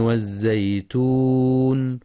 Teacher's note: بيان صفة الصفير ورخاوتها في الزاي الساكنة من والزيتون، والوقف على النون بصفة التوسط.